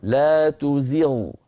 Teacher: فيها شيء من الرفعة عن زغ، فيها رفعة قليلة، ليس فيها رفعة كثيرة مبالغة، وإنما هناك شيء موجود.